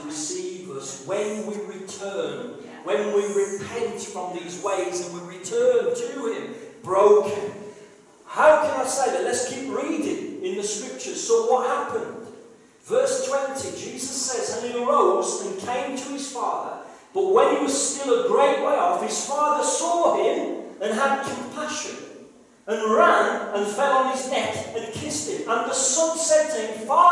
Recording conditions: poor sound quality